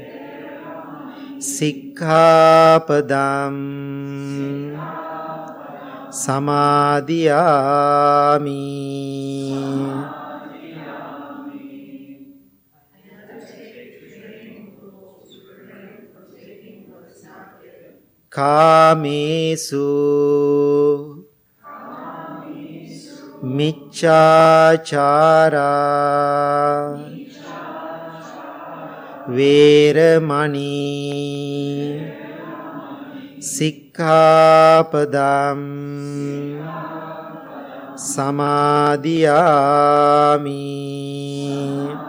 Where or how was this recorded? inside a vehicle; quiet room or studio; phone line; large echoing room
large echoing room